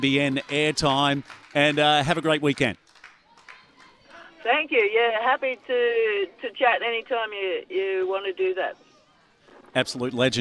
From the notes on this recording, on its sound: live from Edsac the home of the Entrance Tigers